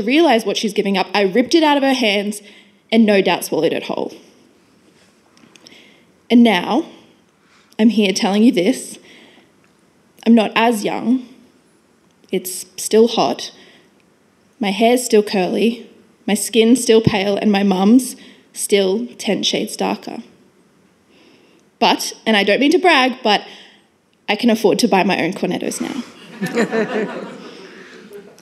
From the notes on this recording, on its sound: This event was recorded on Monday 7 November 2022 as part of the Wheeler Centre's Spring Fling: A Short Series of Big Ideas program.